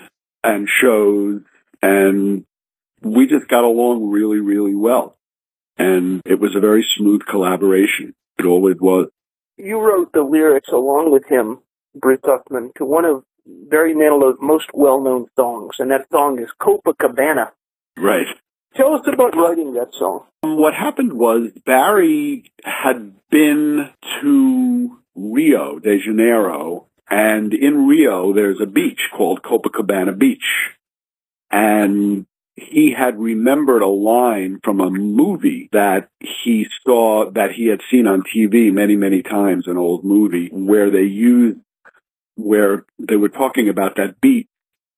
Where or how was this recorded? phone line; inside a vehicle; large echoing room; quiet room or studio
phone line